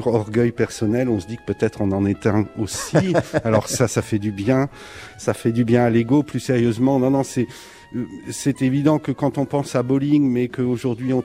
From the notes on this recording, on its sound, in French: En direct du Conservatoire de Nice. En fin d’émission, nous serons rejoints par un trio d’élèves.